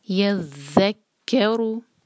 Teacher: تو پہلے یا کو ذیل سے جوڑا، یز، پھر ذیل کا فتحہ ادا کیا یز، اور پھر ذیل کو کیف سے جوڑا یزک، اور پھر کیف کا فتحہ یزک، اور پھر رو، کیونکہ را دمہ کے ساتھ ہیوی پڑھا جاتا ہے تو یہاں پر ہم را کو ہیوی پڑھیں گے، یزکرو۔